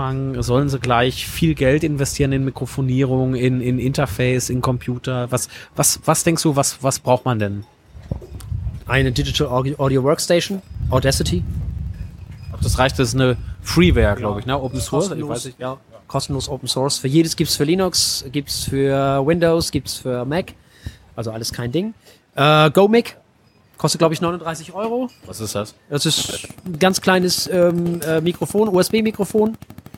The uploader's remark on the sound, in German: Nach dem Dreh unterhielten wir uns bei einem Kaffee noch ein wenig und hielten es als Podcast-Episode fest. Aufgenommen wurde diese Episode auf einem Steg eines Cafés, direkt an der wunderschönen Alster. Daher kann es durchaus während dieser Aufnahme zu Windgeräuschen und auch Störgeräuschen kommen.